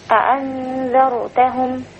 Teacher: في راء مفخمه وفي ذال مرققه. فما خليش الذال ضاء، ولا اجيب الف في النص افصل بين الذال والايه والراء واقول انذرتهم، لا ده خطا.